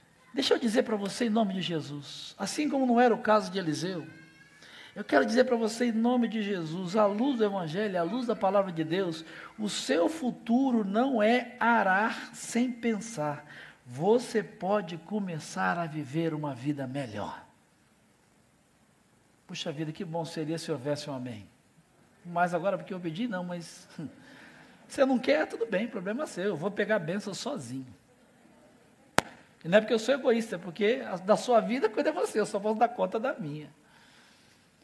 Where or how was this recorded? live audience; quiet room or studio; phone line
live audience